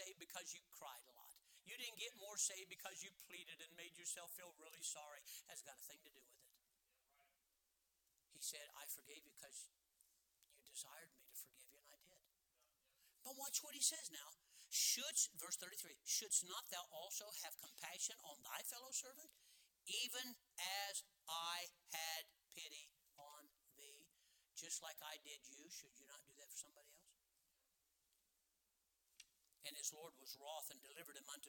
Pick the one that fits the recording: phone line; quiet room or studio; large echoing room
large echoing room